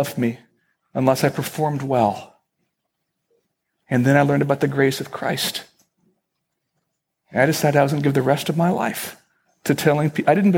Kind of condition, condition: setting, large echoing room